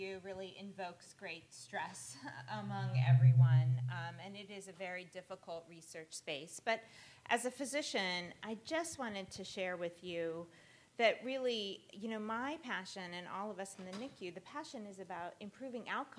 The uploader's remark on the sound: recorded at the 6th annual Patients as Partners US conference